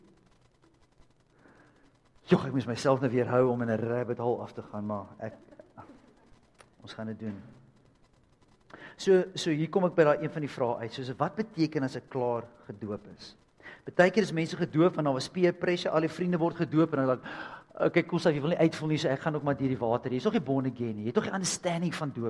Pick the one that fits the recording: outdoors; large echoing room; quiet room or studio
large echoing room